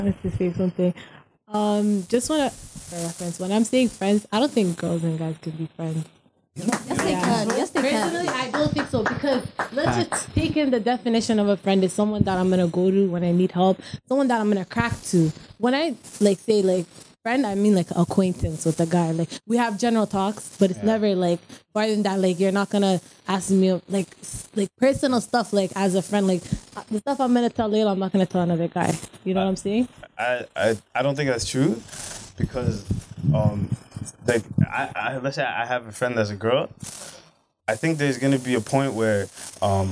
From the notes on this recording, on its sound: DISCLAIMER AUDIO ISSUES